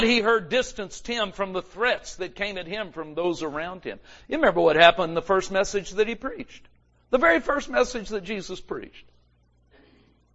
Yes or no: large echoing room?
yes